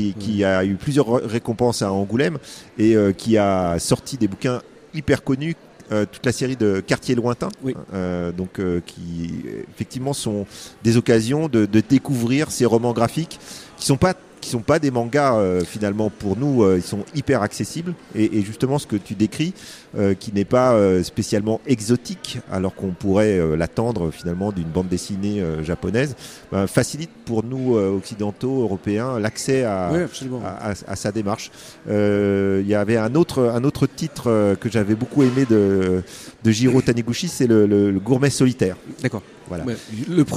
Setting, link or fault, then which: setting, busy venue